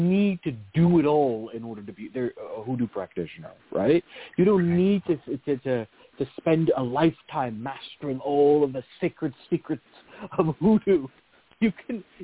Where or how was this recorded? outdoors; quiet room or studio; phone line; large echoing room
phone line